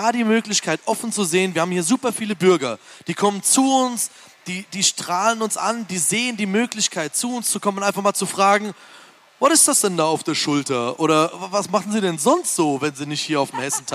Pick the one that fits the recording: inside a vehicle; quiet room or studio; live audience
live audience